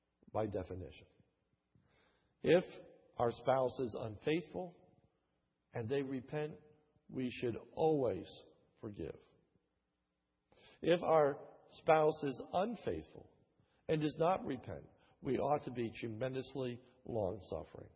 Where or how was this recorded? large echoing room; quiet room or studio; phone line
large echoing room